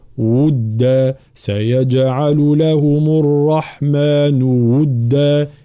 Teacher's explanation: واو اللي هو مخرجها الشفتين وتكون بضم الشفتين ثم حركة الضم